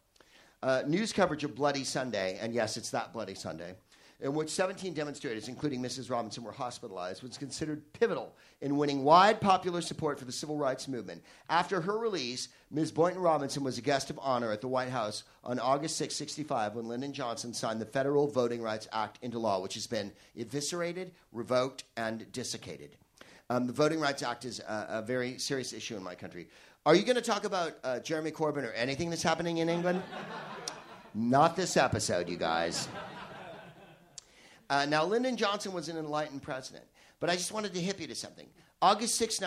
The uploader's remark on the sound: Live from the Soho Theatre in London.